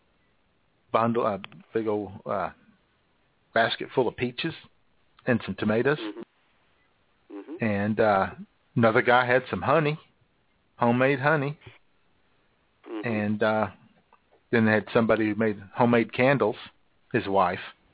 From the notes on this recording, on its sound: Your phone calls as IWS Radio ushers in an early Spring by spreading the fertilizer of funny onto the front lawn of Blog Talk Radio.